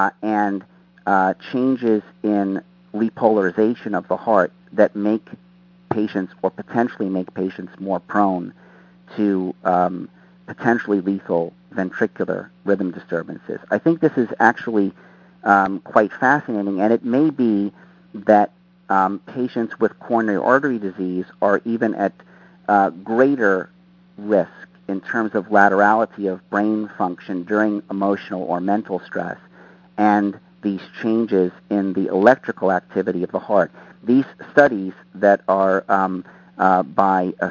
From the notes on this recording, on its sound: Author in the Room® Teleconference